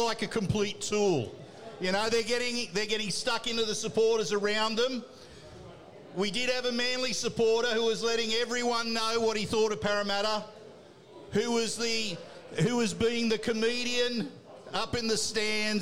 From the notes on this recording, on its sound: The Tip Sheet is live from Jacks Bar & Grill